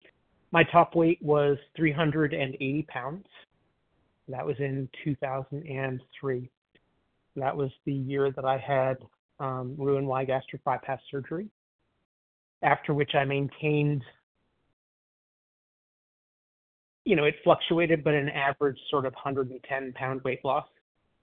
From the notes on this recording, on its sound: 100 Pounders Phone Meeting